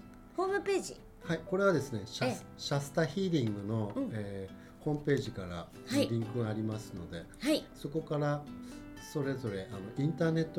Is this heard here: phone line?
no